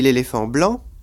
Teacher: quand je dis l'éléphant blanc, tout d'un coup, l'accent est passé sur blanc · Term: accent tonique